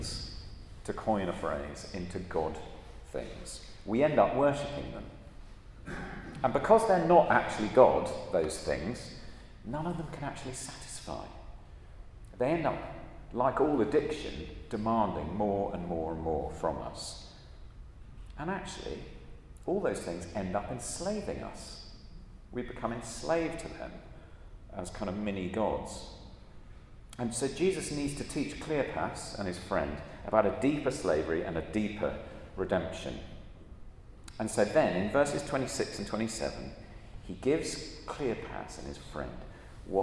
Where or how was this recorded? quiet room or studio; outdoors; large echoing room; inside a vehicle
large echoing room